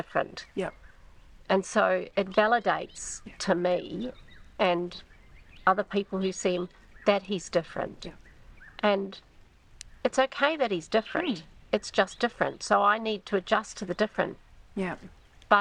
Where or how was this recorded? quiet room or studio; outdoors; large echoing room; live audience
outdoors